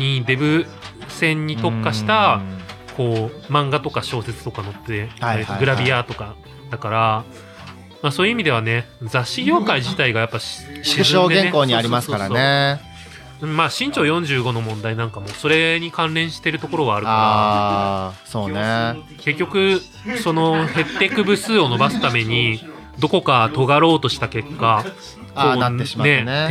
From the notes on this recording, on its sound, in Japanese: げいぽ忘年会のゲストトークシリーズ最終回!忘年会収録。